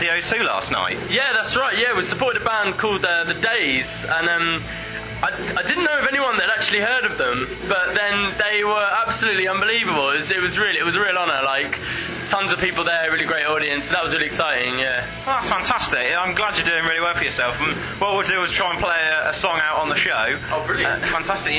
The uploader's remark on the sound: I took my mic along to Battle of the Bands and got a few interviews for you this week!